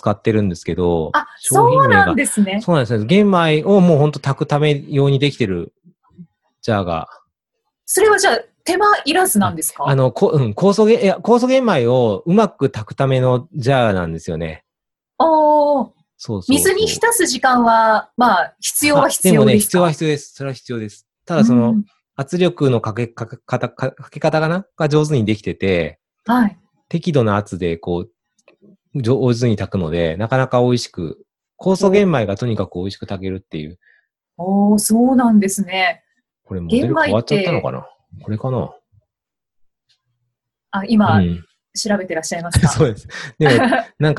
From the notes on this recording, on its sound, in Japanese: オンライン収録のため、通常より音声が劣りますがご了承ください